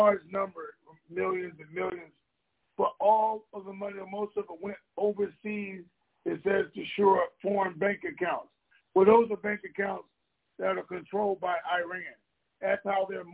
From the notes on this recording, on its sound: Conference Call